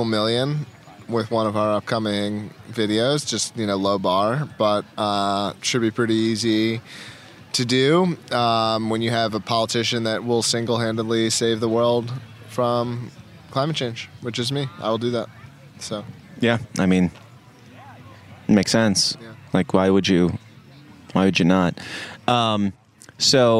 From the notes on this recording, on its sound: wanders around PorcFest 2022, shoving a microphone in people's faces to get their thoughts